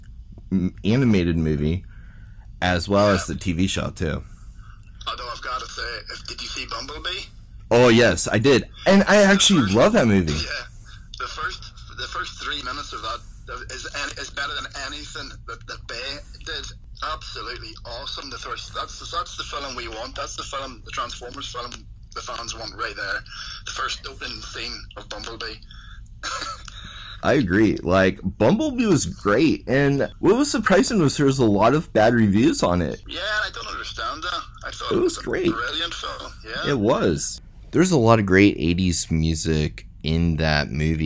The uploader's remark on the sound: via phone